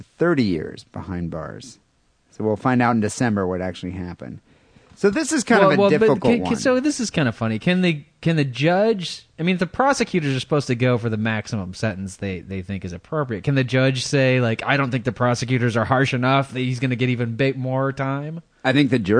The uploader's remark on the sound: Phone calls and listener email.